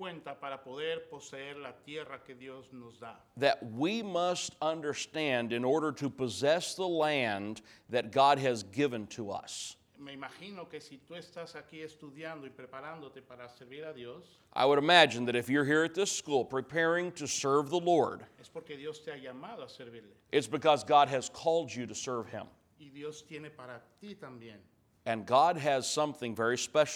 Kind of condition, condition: setting, large echoing room